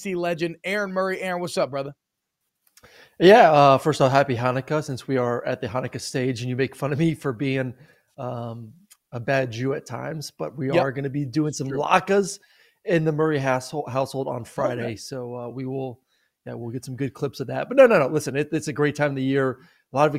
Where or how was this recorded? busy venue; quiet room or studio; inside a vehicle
quiet room or studio